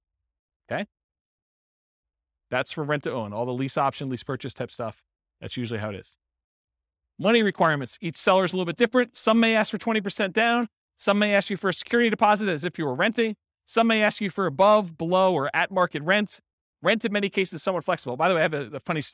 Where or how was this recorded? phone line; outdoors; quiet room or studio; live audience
live audience